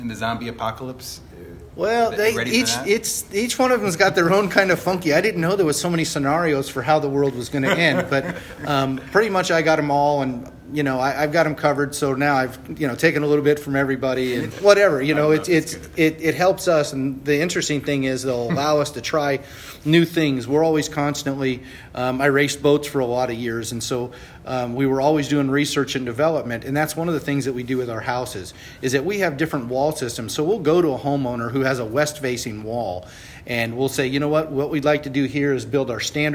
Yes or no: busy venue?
yes